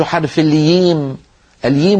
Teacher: إبدال الجيمية أيضا هذا لم يسمح به، كانت العرب تفعله كما نسمع الآن في بعض مناطق الشرق الجزيرة العربية وجنوبها، مثلا بيقولوا يوعان بدل جوعان، لا يسمح بهذا.